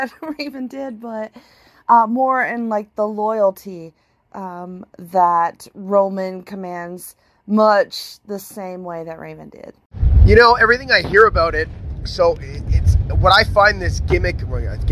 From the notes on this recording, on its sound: Members of the NoSo Braintrust often chat about the most random of topics via audio messages in their group chat... This entire podcast is made up of those audio clip conversations that occur over the course of multiple days.